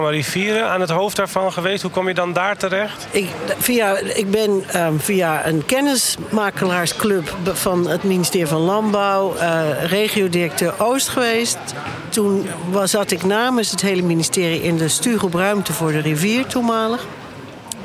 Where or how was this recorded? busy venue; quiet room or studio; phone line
busy venue